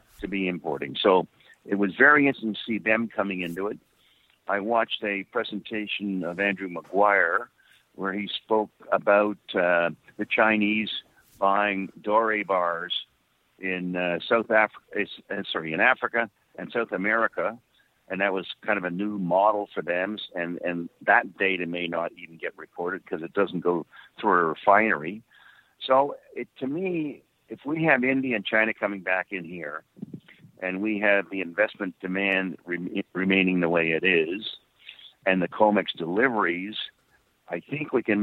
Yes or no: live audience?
no